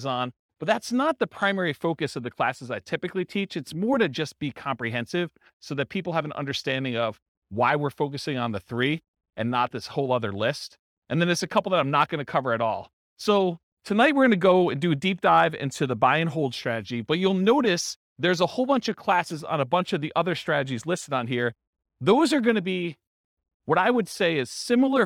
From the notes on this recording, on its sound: This was a live class recorded